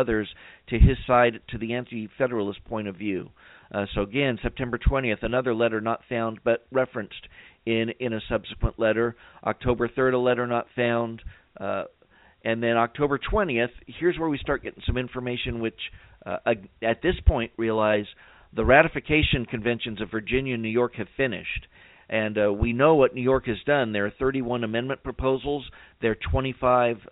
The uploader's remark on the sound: we'll allow time for your phone calls